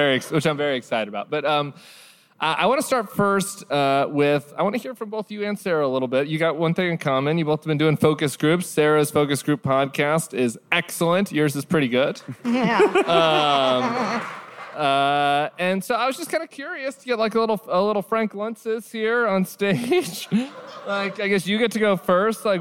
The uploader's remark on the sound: Recorded January 19 at the Avalon Hollywood